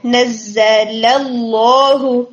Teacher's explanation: لام ہے نزل کا، یہ بھی آپ کا ہیوی ہو رہا تھا تو اس کو ہم نے لائٹ رکھنا ہے. نزل اللہ اور لفظ الجلالہ کے دونوں لام آپ کے ہیوی ہوں گے، ٹھیک ہے؟